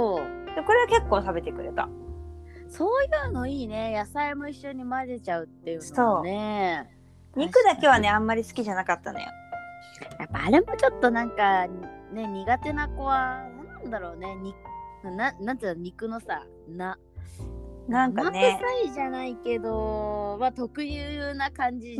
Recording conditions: drop-outs